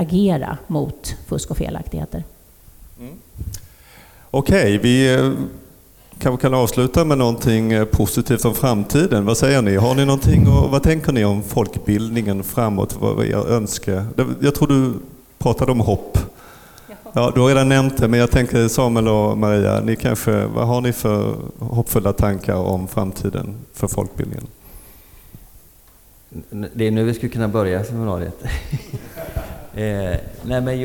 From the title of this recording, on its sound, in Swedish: Livepodd från Almedalen